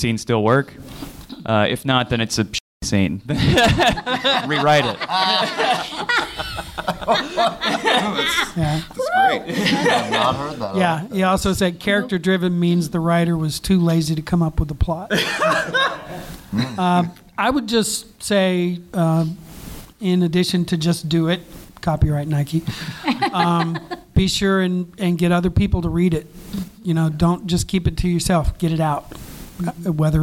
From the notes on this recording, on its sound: From the archives of unreleased episodes comes a fun panel from the inaugural Pensacola Indie Fringe and Comedy Festival! Take questions from the audience.